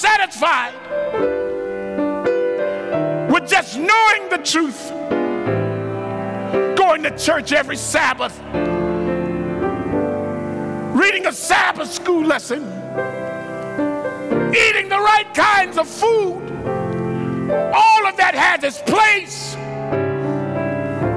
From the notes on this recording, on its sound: Tuesday night's main session at the 2023 Propel Conference